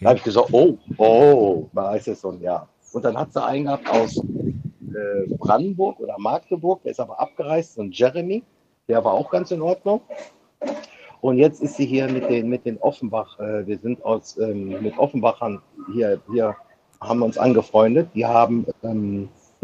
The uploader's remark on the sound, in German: Live aus der Karibik